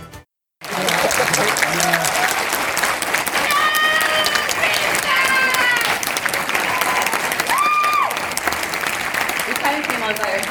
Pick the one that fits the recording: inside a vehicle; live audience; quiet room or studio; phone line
live audience